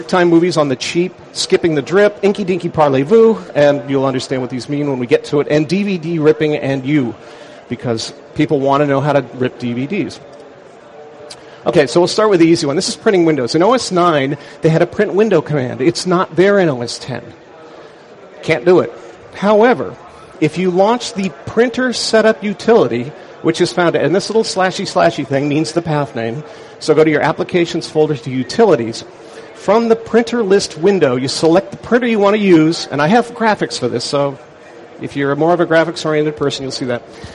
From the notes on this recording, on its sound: Mac 911 at Macworld Expo 2006. Session at the Macworld Expo Live booth.